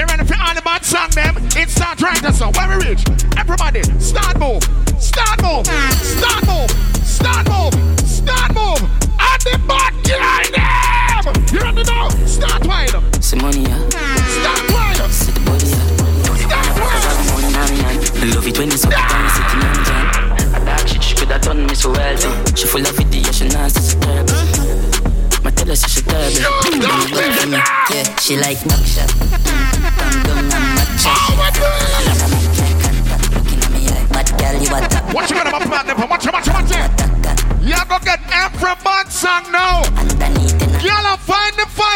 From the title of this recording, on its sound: Tropical Fridayz 11/24/23 (LIVE AUDIO)